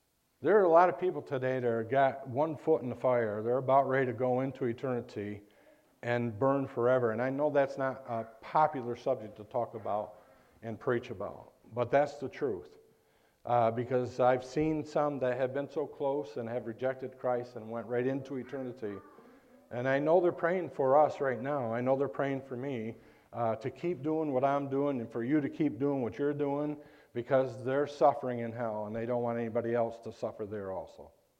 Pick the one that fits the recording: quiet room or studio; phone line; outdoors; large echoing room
large echoing room